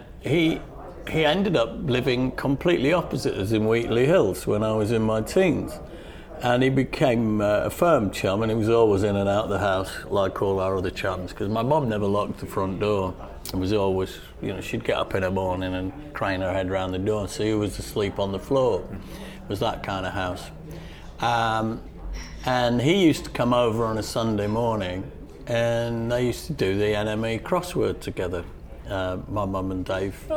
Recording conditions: busy venue